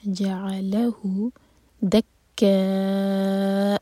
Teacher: جعلہ، ضمیر سے پہلے لام پر سور. جعلہ دکا، کیف پر شدہ، کیف اسٹرانگ ہوگا اور چار حرکہ لمبا